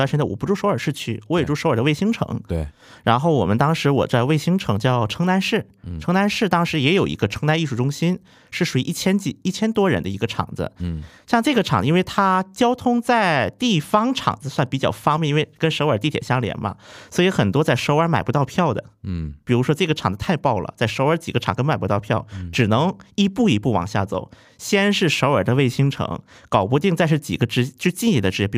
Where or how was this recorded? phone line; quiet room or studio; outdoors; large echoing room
quiet room or studio